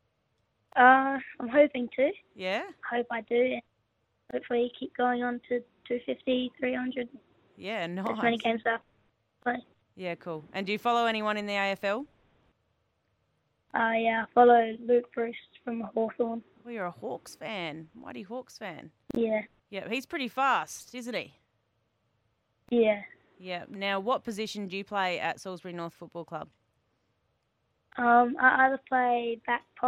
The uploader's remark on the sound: jumped on the phone